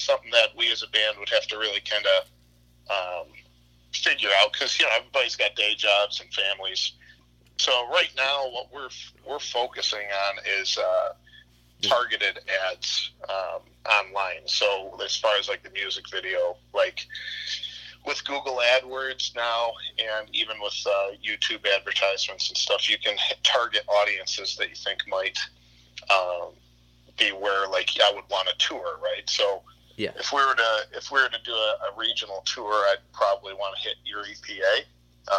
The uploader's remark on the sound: burnt the phone lines